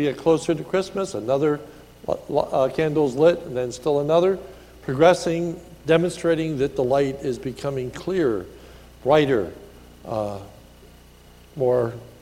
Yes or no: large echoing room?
yes